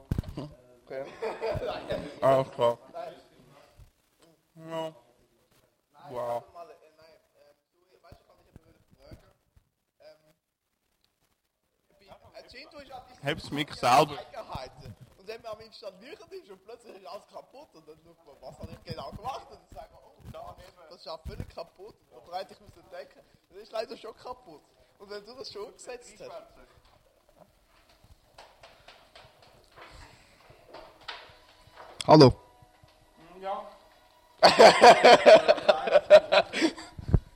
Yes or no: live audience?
yes